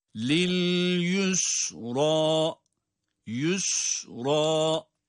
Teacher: Sin yine ince. Ra yine kalın.